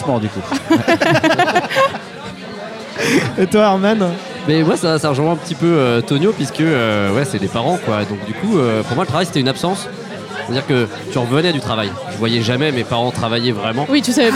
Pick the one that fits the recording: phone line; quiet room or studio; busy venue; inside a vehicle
busy venue